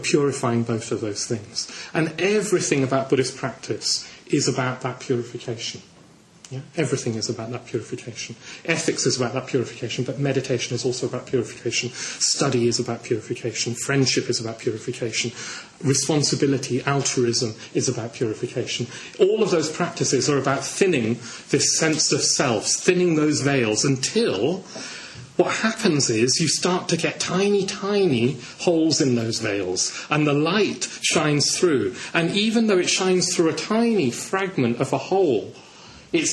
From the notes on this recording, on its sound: given on Vajrasattva Festival Day at London Buddhist Centre on June 2009